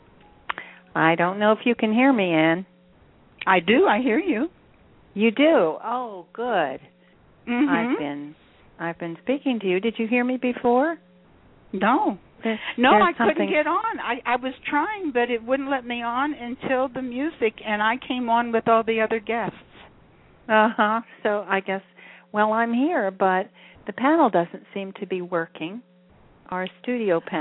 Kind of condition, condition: link, phone line